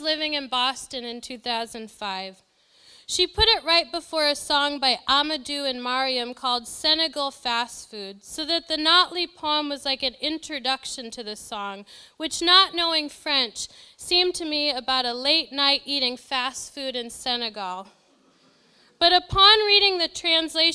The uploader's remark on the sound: This lecture was given November 21, 2013, at Seattle Arts and Lectures . This lecture was given November 21, 2013, at Seattle Arts and Lectures .